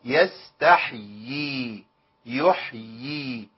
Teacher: لابد من بيان سكون الحاء وبيان اليائين لان ده بيسموه العلماء مد تمكين لتمكين القارئ من نطق يائين او واوين احدهما حرف مد مخافه الايه الاسقاط او الاضغام.